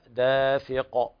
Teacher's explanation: لكن انتبه لقوله تعالى دافق، طبعا القلقلة هنا ما ظهرت، فالقاف هنا تقلقل بمرتبة أكبر لأنها موقوف عليها رأس آية، فتقلقل بدرجة أكبر، قلقلة أكبر، كبيرة حيث لدى الوقف أتت كما أخبر العلامة السمنودي، أكبر حيث عند وقف شددت، يعني مثل قوله تعالى الحق وتب، هذه الحالة تقول قلقلة يعني أشد.